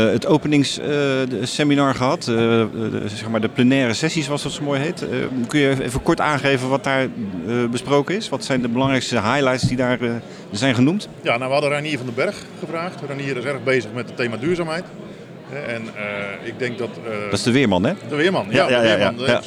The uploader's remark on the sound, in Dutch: Tijdens de Dutch Craft Beer Conference (23 maart 2023) in Den Bosch.